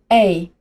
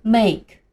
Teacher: 先发一个 a，紧接着再发一个短音 e，把这两个音连起来念一次 a